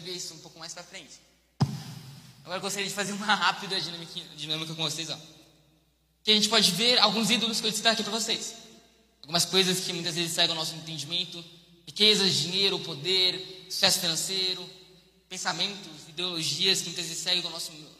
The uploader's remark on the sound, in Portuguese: Mensagem ministrada ao vivo em 18/12/2021.